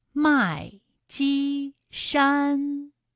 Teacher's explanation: 还有麦积山也是先四声，后面两个音都是一声。